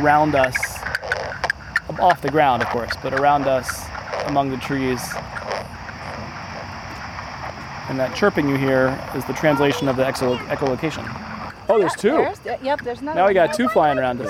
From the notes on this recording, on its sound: In this special mini episode, we take a page from the Field Guides and record a full episode outside at one.